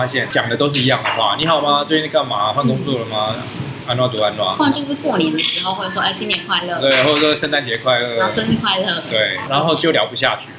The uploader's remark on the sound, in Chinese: 本集白噪音指數：柔風級 3/5。錄音地點： 三亞米 Sunyummy，土語系學妹開的店。